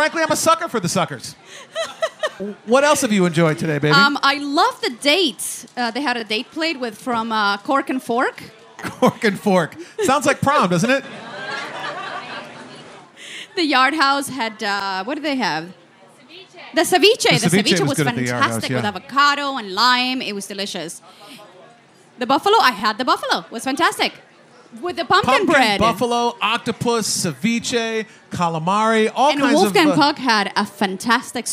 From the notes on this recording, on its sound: Broadcast LIVE from the 2014 Food and Wine Festival Palm Desert. Broadcast LIVE from the 2014 Food and Wine Festival Palm Desert.